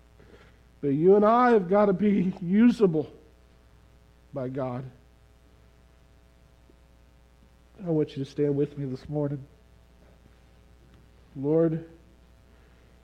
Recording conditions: large echoing room